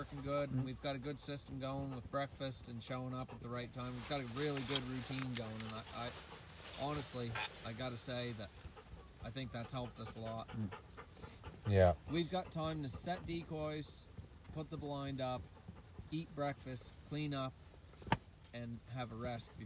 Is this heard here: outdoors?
yes